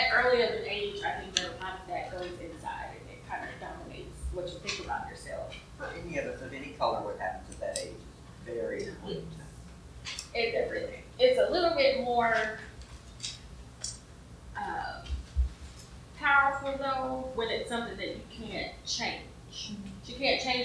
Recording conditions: background noise